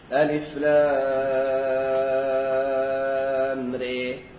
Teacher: أبو عامر البصري له الإمالة الكبرى